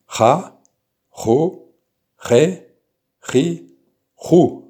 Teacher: Le ret est uvulaire roulé sourd.